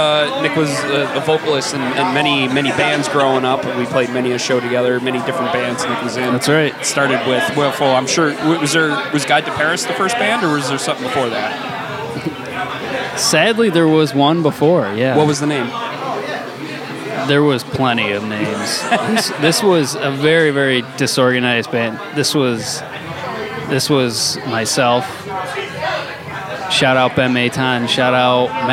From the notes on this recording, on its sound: Live at the Hell-o-ween Event at The Montage Music Hall. Catch interviews with our friends, familiar voices, some randos and a Tarot Reader.